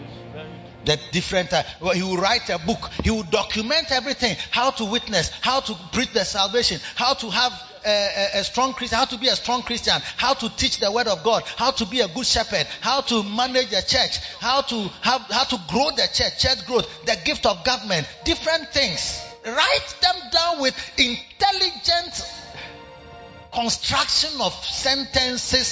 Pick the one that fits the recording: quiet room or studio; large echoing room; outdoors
large echoing room